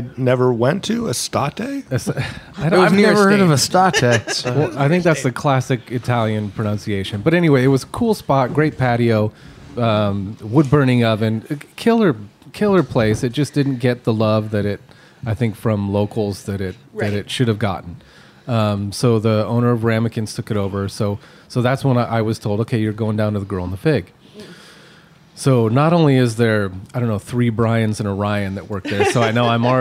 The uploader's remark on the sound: At a live show from her newest creation, The Rhone Room.